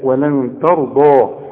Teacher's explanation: الضاد هي المفخمه والراء كمان مفخمه